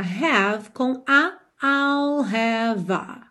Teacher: Então você já junta have com a, I'll have a, ok?